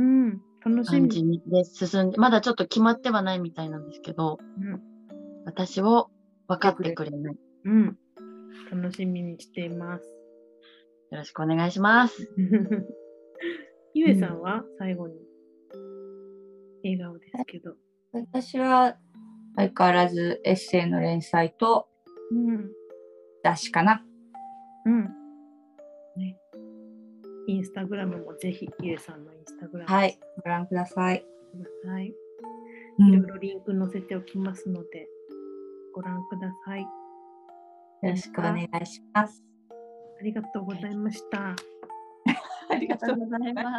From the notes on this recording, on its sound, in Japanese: 録音は…ひとりでやります。Zoomにてリモート収録。